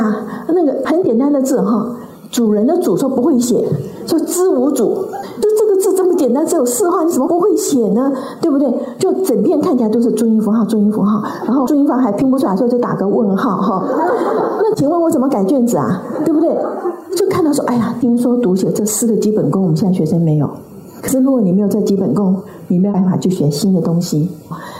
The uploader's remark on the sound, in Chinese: 本集內容取自天下文化主辦的《如何跟上變化多端的世界》新書分享會現場錄音。